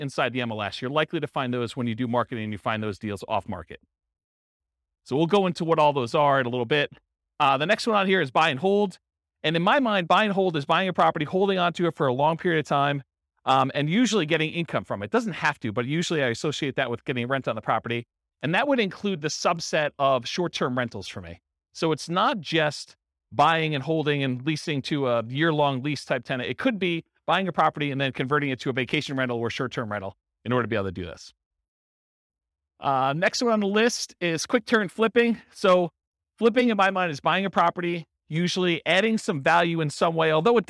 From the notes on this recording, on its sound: This was a live class recorded